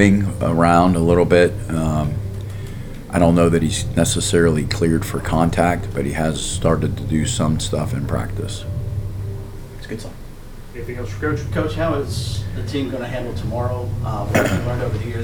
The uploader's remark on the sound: Wednesday Press Conference